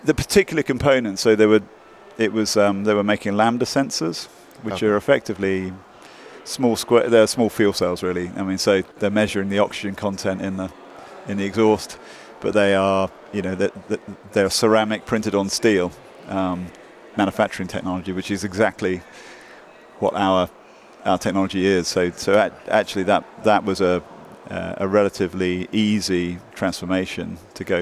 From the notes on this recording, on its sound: Live at the Hydrogen Americas Summit in Washington DC